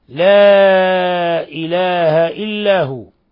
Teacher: مد منفصل لانفصال حرف المد عن الهمزة في كلمة أخرى يمد من 4 إلى 5 حركات. طبعا عند حفص وشعبة أما عند ورش فيمد 6 حركات لأن ورش وحمزة ممن يشبعون المد المنفصل ممن يشبعون المد المنفصل.